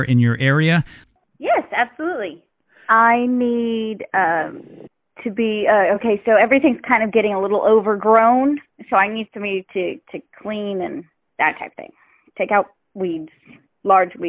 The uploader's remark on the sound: Check A Pro Radio Show. Spoke with homeowners who called in to the radio show.